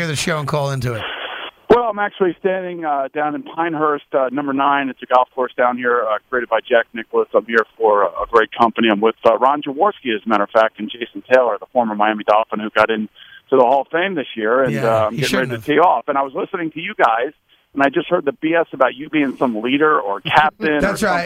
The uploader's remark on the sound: Because of this, the show received a couple phone calls from some familiar voices.